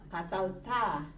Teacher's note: The accent is on the A, the last syllable